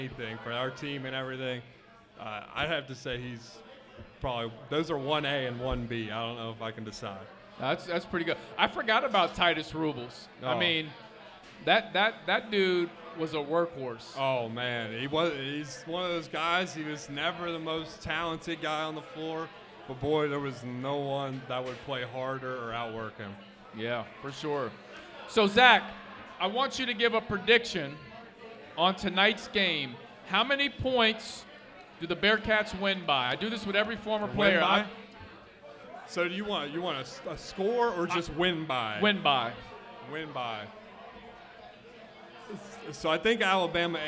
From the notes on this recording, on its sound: Live at Mio's!